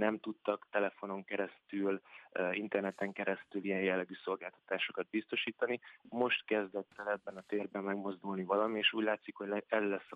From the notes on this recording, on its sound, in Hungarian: telefonos vendégei